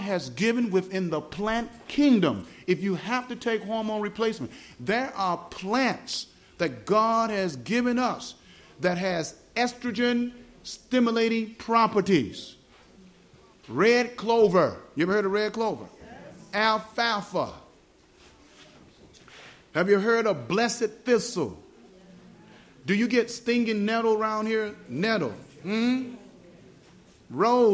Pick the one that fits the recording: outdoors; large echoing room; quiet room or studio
large echoing room